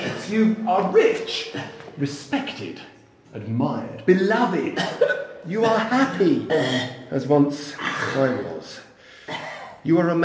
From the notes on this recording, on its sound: Was recorded on location in ancient vaults. Every footstep and cough, every brick and every echo are captured.